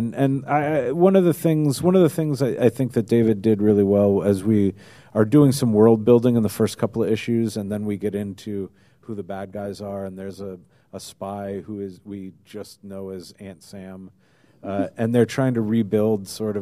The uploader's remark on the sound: Live At Stan Lee's LA Comic Con. A live Geekscape episode!?!